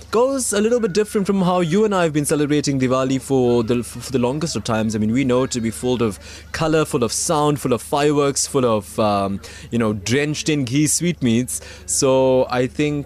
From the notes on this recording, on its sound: live from the Midlands Diwali Festival